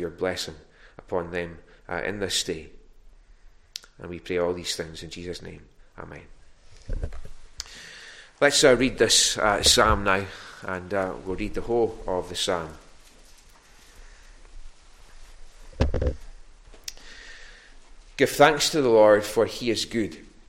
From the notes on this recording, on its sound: Recorded at North Harris Free Church.